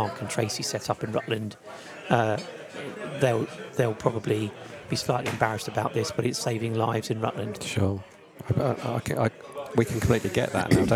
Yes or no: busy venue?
yes